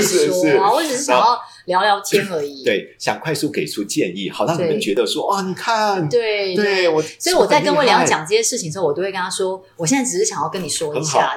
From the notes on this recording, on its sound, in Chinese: 音質較差